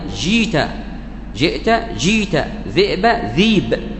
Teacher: وإذا كانت الهمزة ساكن وقبلها كسرة فإن الهمزة الساكنة تجعل ماذا؟ مد بالياء. مثل ذئب، وأخاف أن يأكله الذئب، الذاء مكسورة والهمزة ساكن، تقرأ ذيب، ذيب.